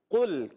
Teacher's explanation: زبان کی جڑ جب تالو کے نرم حصے سے لگتی ہے تو ادا ہوتا ہے قاف